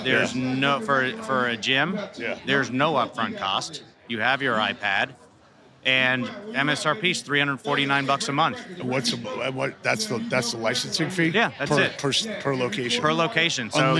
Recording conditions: busy venue